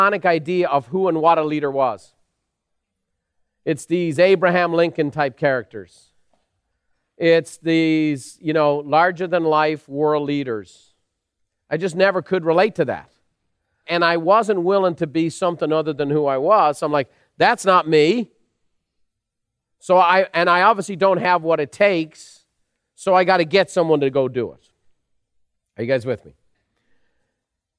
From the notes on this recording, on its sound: recorded live at Buffini & Company’s most elite event, The Peak Experience